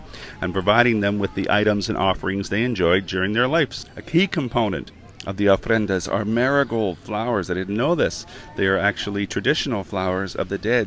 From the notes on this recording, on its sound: We were in Puerto Vallarta, Mexico for this week's podcast taking in all the sights and sounds of Day of the Dead.